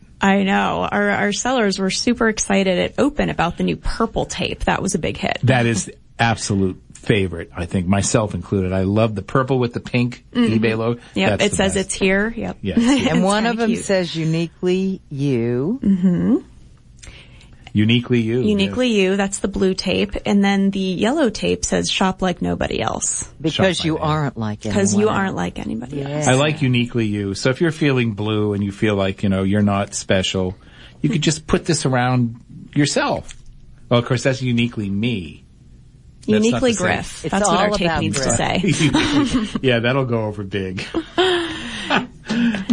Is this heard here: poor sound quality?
no